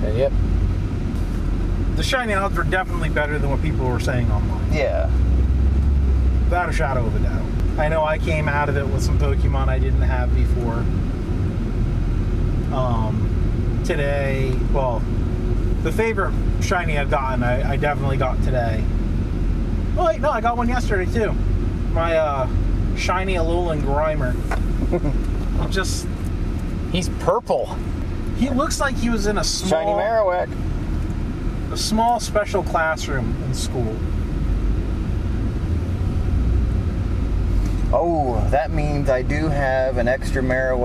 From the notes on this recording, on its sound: This week we record live (from my car) during go fest 2020.